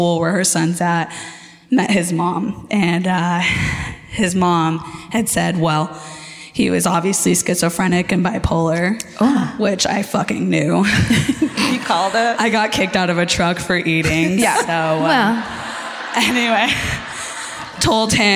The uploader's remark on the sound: Live at the Civic Theatre in San Diego